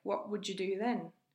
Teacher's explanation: The t on what disappears to become a glottal stop. Would you transforms into would you.